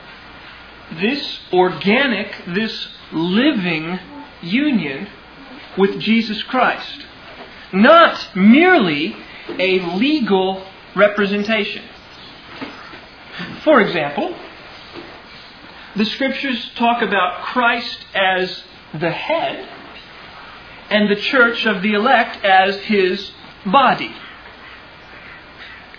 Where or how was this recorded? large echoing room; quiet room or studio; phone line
large echoing room